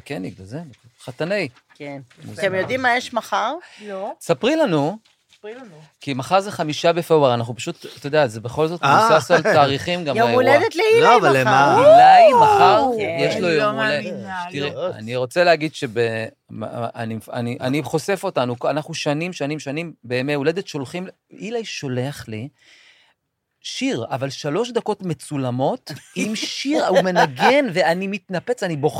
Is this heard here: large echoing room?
no